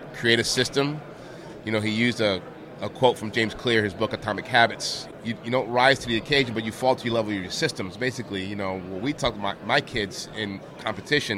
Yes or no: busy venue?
yes